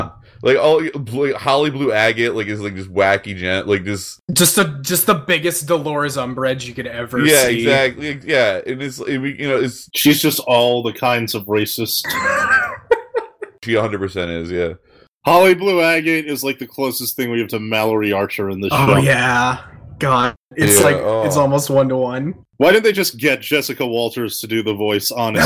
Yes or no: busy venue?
no